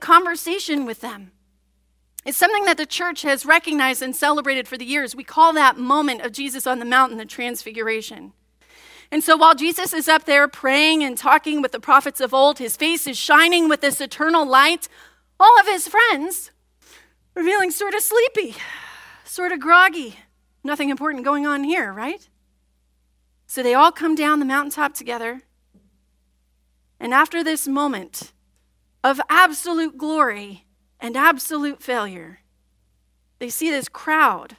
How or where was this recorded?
large echoing room